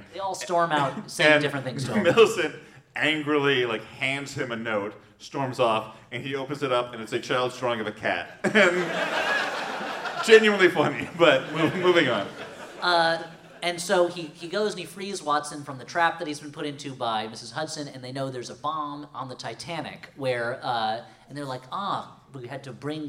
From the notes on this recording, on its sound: Holmes & Watson, LIVE! This live show, taped last year in Portland, Oregon.